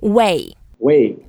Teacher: Only two words, and 未 is the first word, it's the fourth tone. So the fourth tone is the going down tone. It's like an angry sound. So we go down.